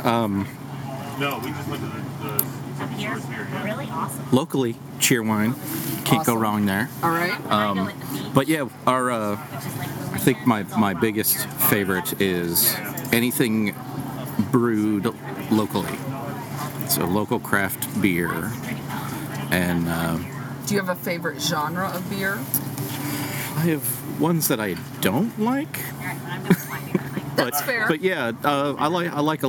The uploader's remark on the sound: We recorded mini LIVE interviews from the Wild Goose Festival at our BT tent and along the Main "Street." The audio quality is not stellar on this episode due to the background noise/ conversations.